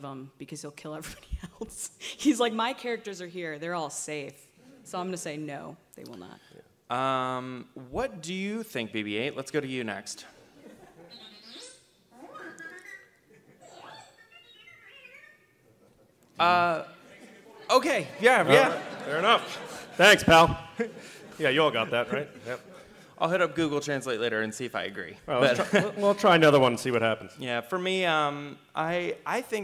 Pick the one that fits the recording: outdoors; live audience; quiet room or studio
live audience